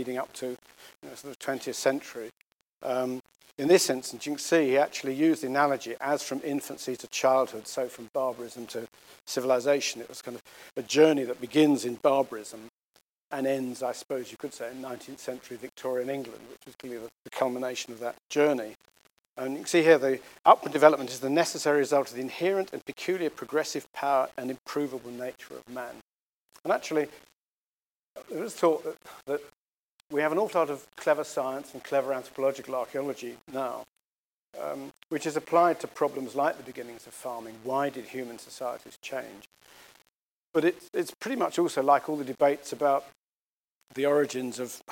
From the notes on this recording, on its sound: The Golson Lecture was delivered at ANU.